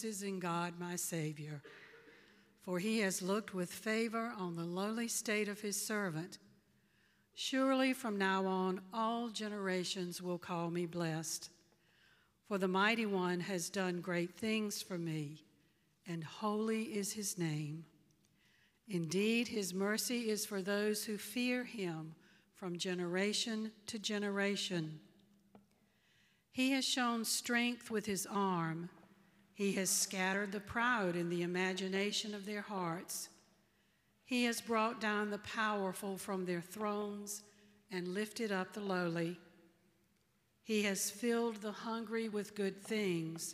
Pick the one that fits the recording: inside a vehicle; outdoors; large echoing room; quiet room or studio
large echoing room